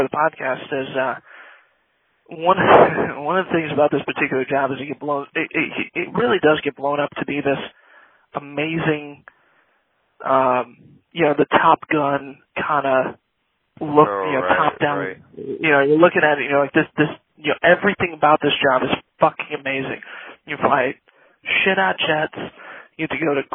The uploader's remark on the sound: our first live caller